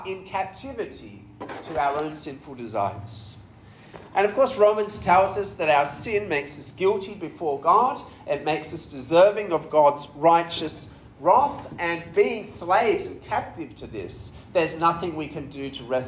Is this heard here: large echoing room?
yes